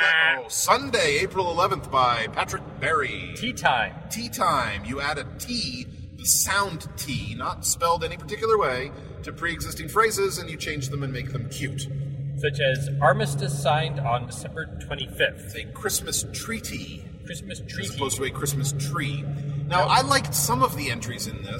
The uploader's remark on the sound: We might sound a little like our heads are in a toilet, but we promise, it’s just a Honda Fit.